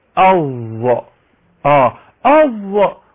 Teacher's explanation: ارتفاع مؤخرة اللسان نحو الحنك الاعلى، ايضا الهزة اللي بتحصل في الاوتار الصوتية · اللسان بتقعر لان حرف مفخم، حرف كده حرف ثمين، حرف مستعلي، حرف مطبق، هو ده التفخيم اللي بيميز الظاء عن الذال.